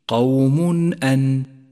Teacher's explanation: ثانيا لاحظ حكم الإظهار عند قوله تعالى في الآية نفسها قوم أن جاء التنوين وبعده همزة، والواجب هنا أن يظهر التنوين في اللفظ وأن تظهر الهمزة التي بعده من غير غنة أو تشديد